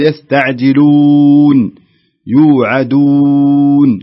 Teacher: لاحظ تحصل في أثر في الشفه عند نطق الحرف، عند نطق حرف الواو